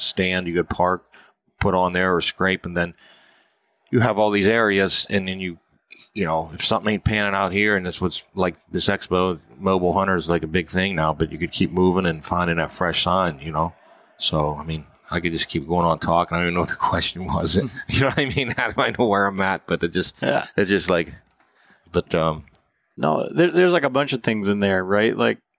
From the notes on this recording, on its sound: This weeks podcast was recorded at the Mobile Hunters Expo.